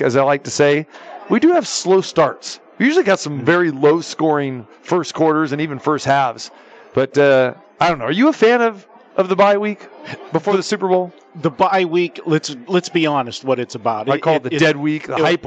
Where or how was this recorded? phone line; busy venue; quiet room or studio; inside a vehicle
busy venue